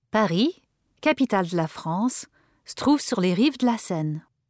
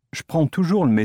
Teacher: on parle assez vite, sans prononcer le E instable des mots monosyllabiques